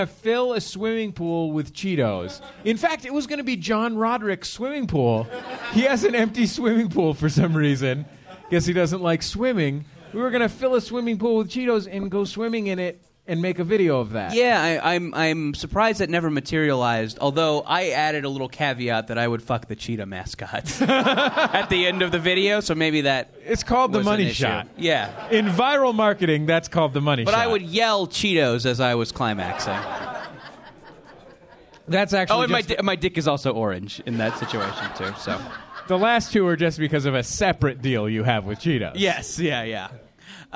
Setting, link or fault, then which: setting, live audience